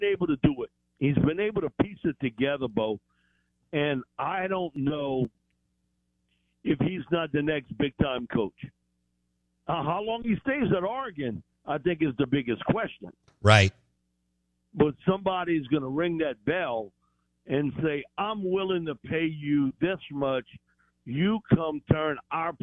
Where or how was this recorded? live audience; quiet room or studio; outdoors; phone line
phone line